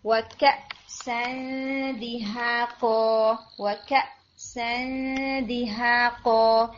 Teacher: ایک تو جر کس کی اسٹرانگ ہوگی، جو جھٹکا لگے گا وہ تھوڑا اسٹرانگ ہوگا، اور دوسرا اس میں باؤنس نہیں ہوگا، یعنی کلکلا کی طرف ساؤنڈ نہیں جائے گی · Term: حمزہ